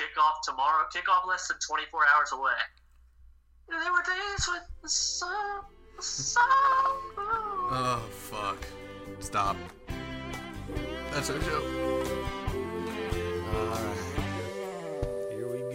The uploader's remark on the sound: the Bois Can't Figure Out How to Record Right